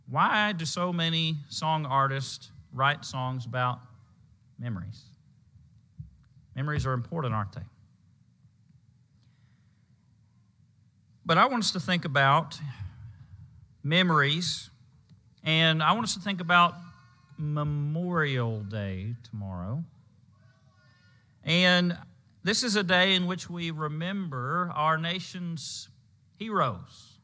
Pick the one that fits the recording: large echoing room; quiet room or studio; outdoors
large echoing room